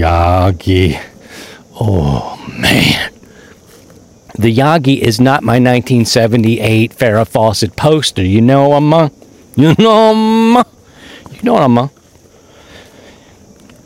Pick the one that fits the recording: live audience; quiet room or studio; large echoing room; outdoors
outdoors